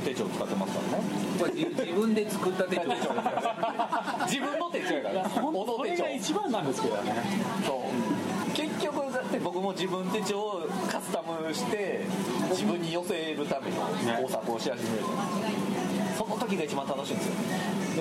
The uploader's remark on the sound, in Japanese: 文具焼肉会でラジオ収録